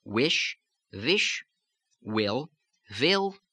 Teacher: the W in initial position becoming the V sound.